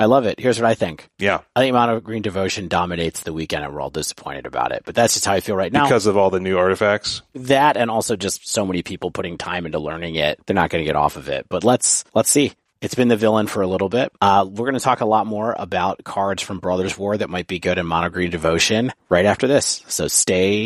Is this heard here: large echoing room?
no